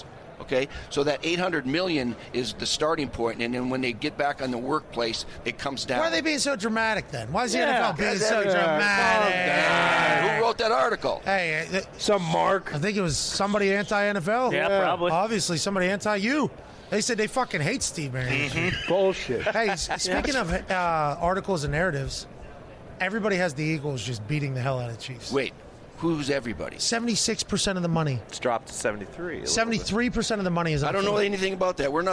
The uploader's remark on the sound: Super Bowl Thursday from Radio Row. LIVE from radio row in BEAUTIFUL Phoenix, Arizona for this Super Bowl Thursday.